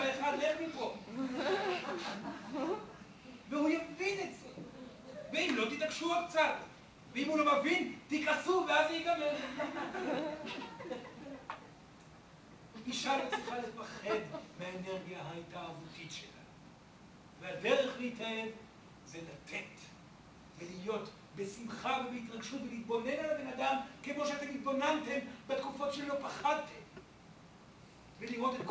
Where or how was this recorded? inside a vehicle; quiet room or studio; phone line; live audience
live audience